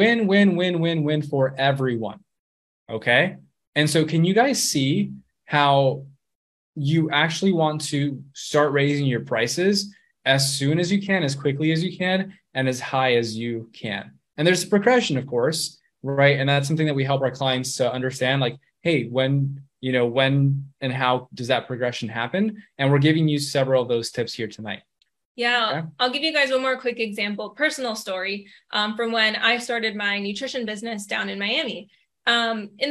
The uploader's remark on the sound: This episode is a live recording of a training in our FREE Facebook group